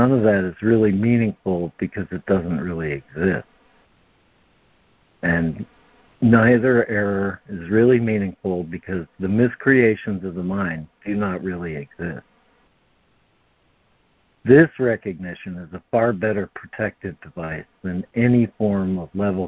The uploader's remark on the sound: ACIM Daily Conference Call.